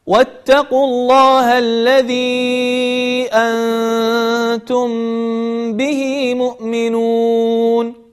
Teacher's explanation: بثلاثة مراحل: أن نطبق الشفتين على حرف الميم، ثم نخرج غنة بمقدار حركتين، ثم بعد ذلك ننطق الباء بضغطة زائدة على الشفة · Term: الإخفاء الشفوي